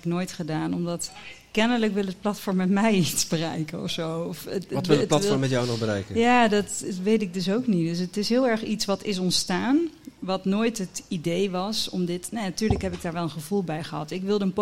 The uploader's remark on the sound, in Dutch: live op TimTom Festival '23